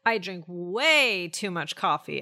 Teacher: we should be emphasizing the word way · Term: emphasis